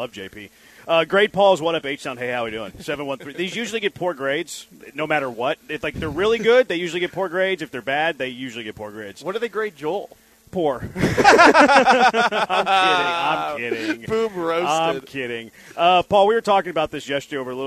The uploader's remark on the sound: LIVE from Circa Casino and Resort in Las Vegas!